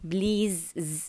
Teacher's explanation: هي الكلمة فيها S ولكن تنطق بالزاي please زاي وليس please، هذا خطأ يقع فيه الكثيرين فبعدوا عنه please بالزاي مو بالسين.